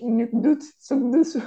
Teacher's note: if we go to the Eastern variety, it's the U, like the French